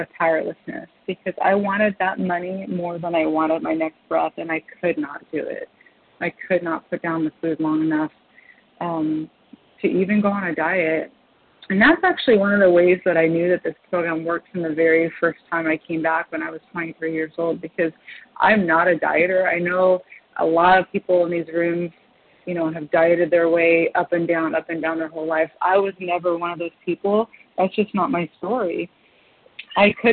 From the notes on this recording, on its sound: qualification from the 100 Pounders Phone Meeting